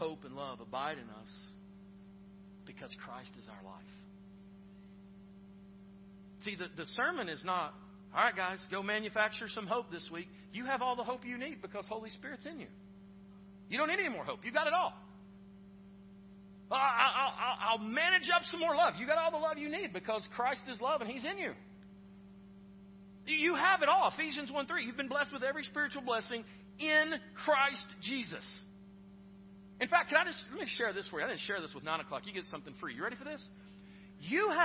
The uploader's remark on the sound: Preached at Northstar Church (south campus), in Knoxville, TN